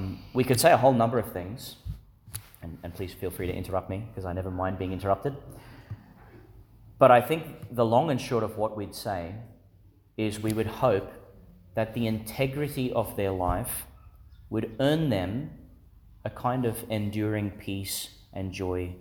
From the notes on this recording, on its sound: Homily for Pentecost Sunday, delivered in St Agnes Church, Agnes Waters, Qld.